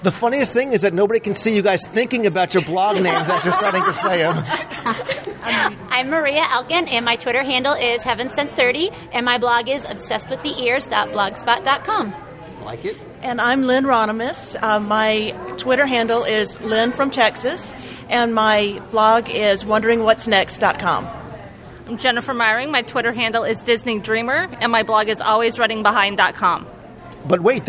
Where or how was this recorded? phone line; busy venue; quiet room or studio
busy venue